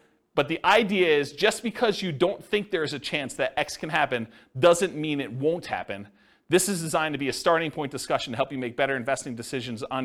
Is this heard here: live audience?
yes